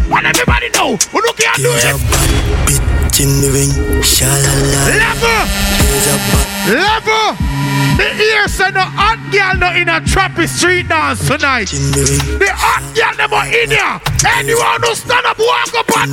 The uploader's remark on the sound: Tropi Street Dance 12/30/23 (LIVE AUDIO)